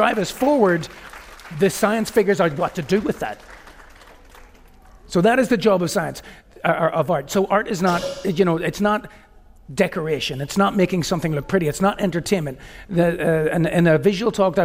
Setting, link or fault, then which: setting, live audience